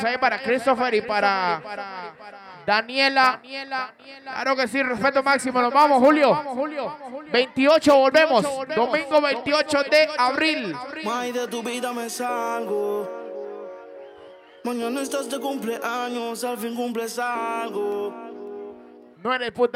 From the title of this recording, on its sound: LIVE AT CARTAGO BAR NEW YORK